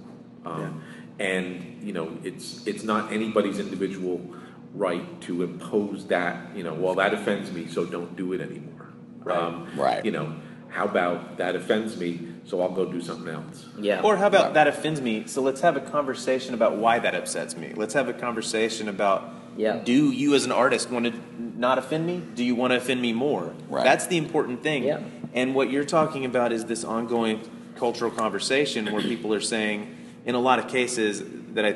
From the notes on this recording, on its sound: LIVE from Baltimore Comic Con! In this episode, we are LIVE from Charm City!